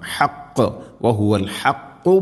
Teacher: ഹ തൊണ്ടയുടെ മധ്യഭാഗം, ഖാഫും ചെറുനാക്കിൻ്റെ ആ ഒരു ഭാഗം